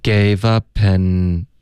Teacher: 这里 up an 连读了 gave upan，然后 an 跟 or 也得连读